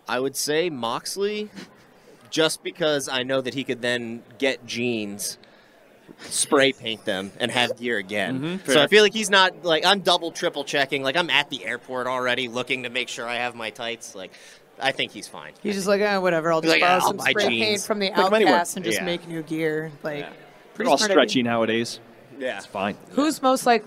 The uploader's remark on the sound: AEW Unrestricted was Live at Double or Nothing in FanFest